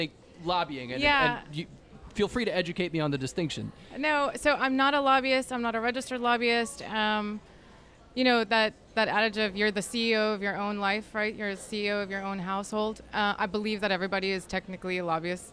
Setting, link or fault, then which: setting, busy venue